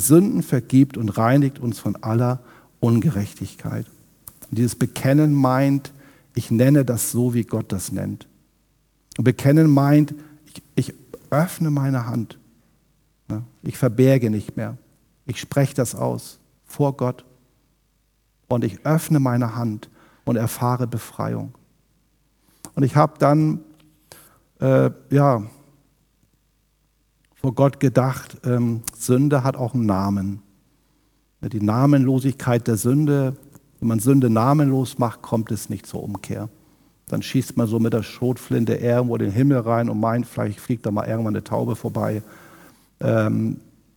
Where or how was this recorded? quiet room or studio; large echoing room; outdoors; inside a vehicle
large echoing room